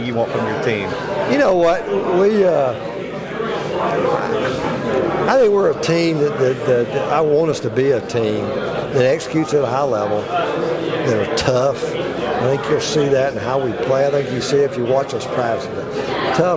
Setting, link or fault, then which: setting, busy venue